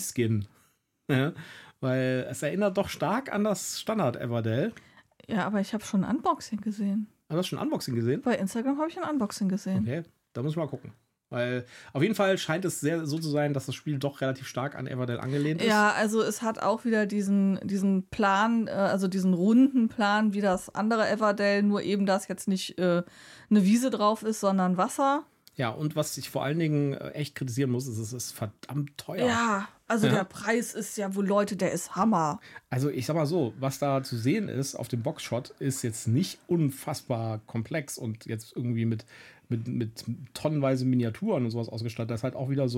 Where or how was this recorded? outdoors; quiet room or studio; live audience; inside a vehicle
quiet room or studio